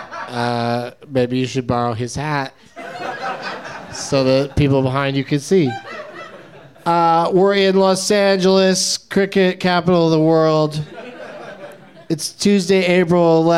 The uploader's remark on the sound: Live from NerdMelt in Hollywood